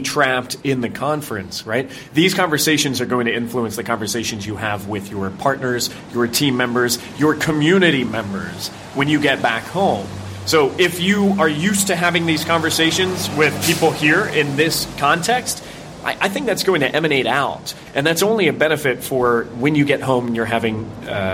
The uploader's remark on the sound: Live from the Coworking Europe Conference